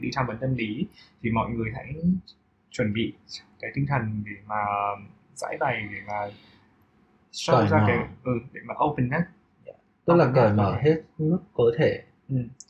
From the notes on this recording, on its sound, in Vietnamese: Do lý do của thiết bị ghi âm vào thời điểm ghi âm của tập, nên chất lượng âm thanh của tập này không được ổn cho lắm